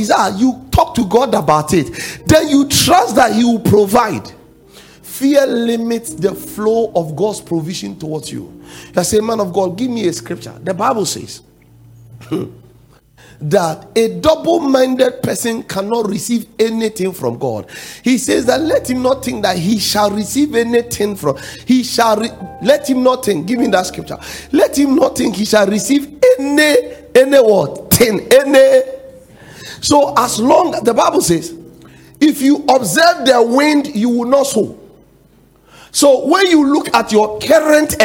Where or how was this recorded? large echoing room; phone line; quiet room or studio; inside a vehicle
large echoing room